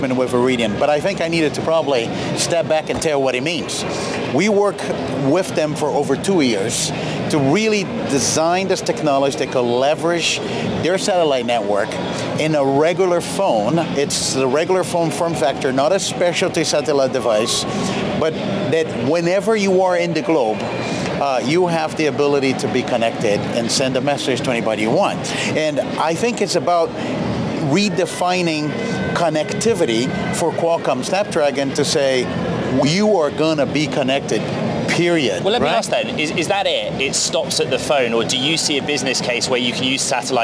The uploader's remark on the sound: Live from CES Day Two. Live from CES in Las Vegas break down the latest in consumer technology from the biggest show there is.